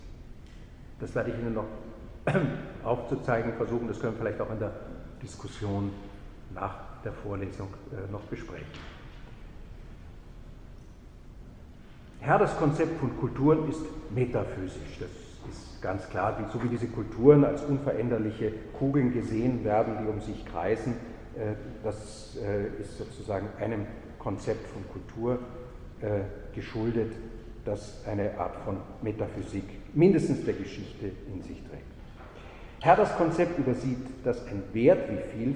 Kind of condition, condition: setting, large echoing room